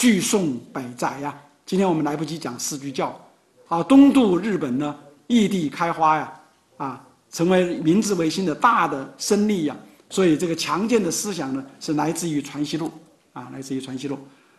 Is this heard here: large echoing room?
yes